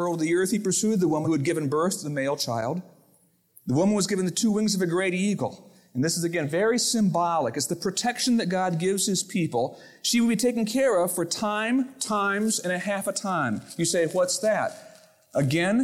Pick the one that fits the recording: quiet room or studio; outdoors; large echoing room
large echoing room